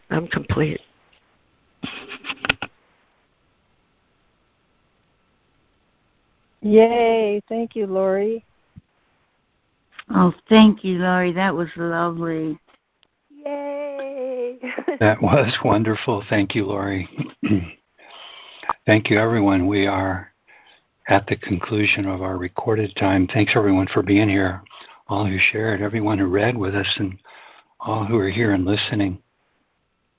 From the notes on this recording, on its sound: ACIM Daily Conference Call.